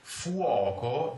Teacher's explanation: If you have O uh, after a vowel and stressed, it must be opened.